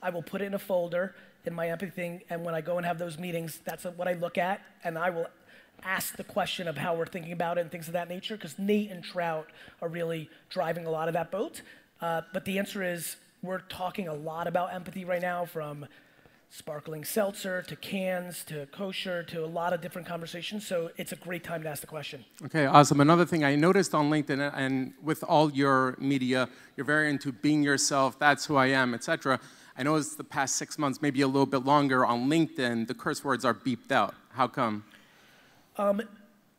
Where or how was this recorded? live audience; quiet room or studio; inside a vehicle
live audience